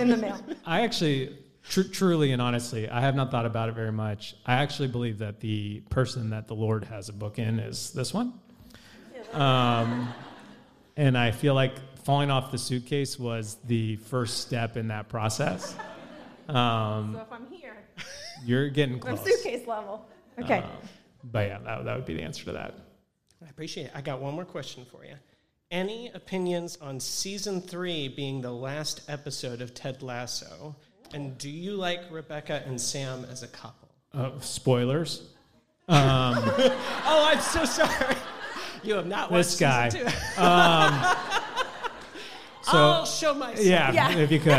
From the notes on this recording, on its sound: Recorded Live on December 22, 2022. Enjoy the first ever live podcast recording from our event on December 22, 2022!